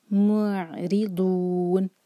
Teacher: میم پر جو ضمہ ہے اس کے لیے ہمارے ہونٹ گول ہوں گے، لیکن جب میم کو عین سے جوڑیں گے جب عین پر آئیں گے تب ہمارے ہونٹ جو ہے نارمل پوزیشن میں آ جانے چاہیے.